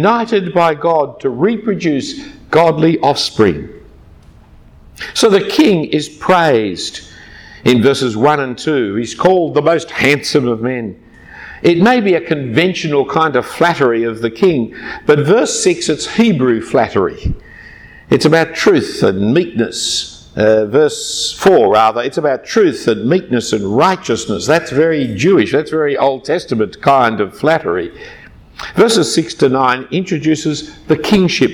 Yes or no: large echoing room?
yes